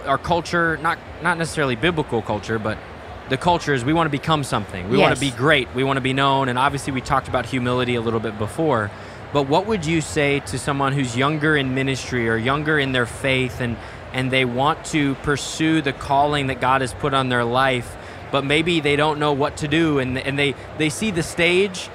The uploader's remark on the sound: live at General Council 2023!